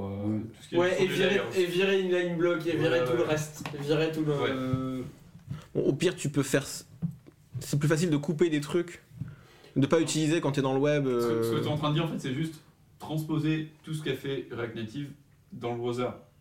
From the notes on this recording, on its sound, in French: Avec un son dégueulasse. On a eu un petit accident de prise de son et en dépit des essais de rattrapage, ça n'a pas donné grand chose. Encore désolé pour le son dégueu.